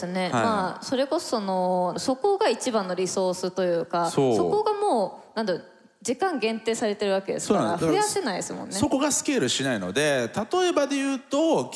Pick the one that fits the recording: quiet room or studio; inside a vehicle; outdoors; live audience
live audience